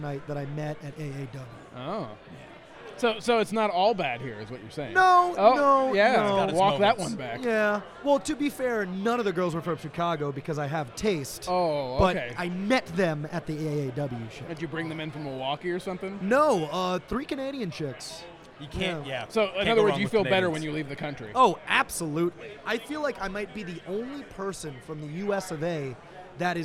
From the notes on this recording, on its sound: Live From Podcast Row At Starrcast. Coming to you live from Starrcast.